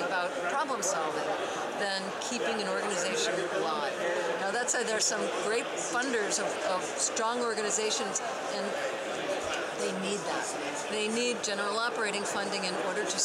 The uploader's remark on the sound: set up a recording booth in the lobby at this year's Nexus U.